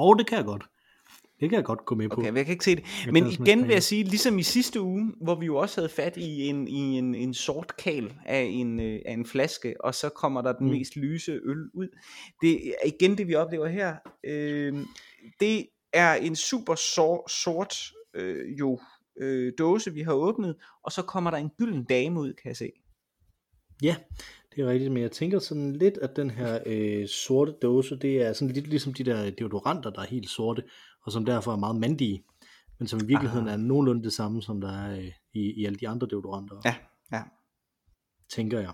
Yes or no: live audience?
no